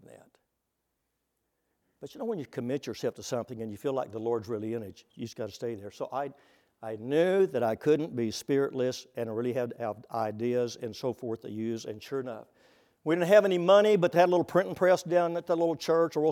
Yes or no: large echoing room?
yes